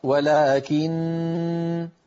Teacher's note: النون المشددة تعطيها حقها من الغنة وتقف